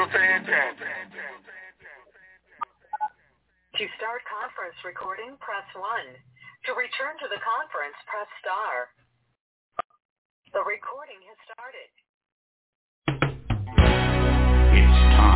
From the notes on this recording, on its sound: TNTSuperfantastic Conference Call.